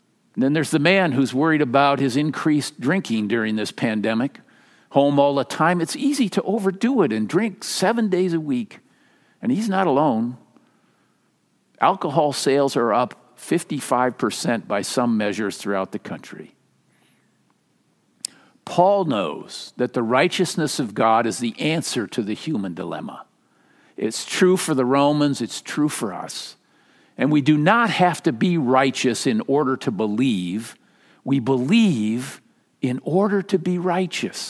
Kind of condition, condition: setting, large echoing room